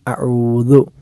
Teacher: അഊ എന്ന ഐന് തൊണ്ടയുടെ മധ്യഭാഗത്ത് നിന്നാണ്, ആദ്യത്തെ ഹംസ തൊണ്ടയുടെ താഴ്ഭാഗത്ത് നിന്നാണ്. ദു എന്നത് നാവ് പല്ലിൻ്റെ അഗ്രത്തിൽ സ്പർശിച്ചു സ്പർശിച്ചില്ല എന്ന അവസ്ഥയിൽ നമ്മൾ ഉച്ചരിക്കേണ്ടതായ അക്ഷരമാണ് · Term: ദാൽ